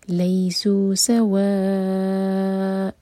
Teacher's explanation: فتحہ کی تنوین پر جب ہم رکتے ہیں تو ہم ادا کرتے ہیں مد عوض عن التنوین، یعنی کہ ہم نے آ دو حرکہ کھینچنا ہے، تو یہ ہوگا لیسو سواء، اور وا جو ہے یہ مد متصل ہے، چار حرکہ لمبا.